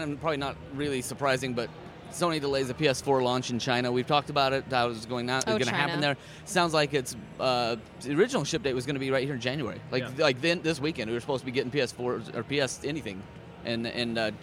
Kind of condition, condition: setting, busy venue